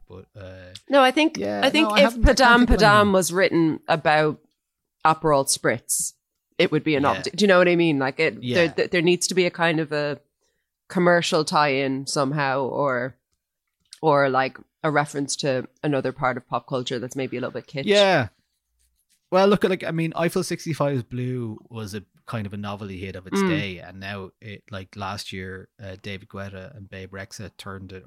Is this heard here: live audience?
no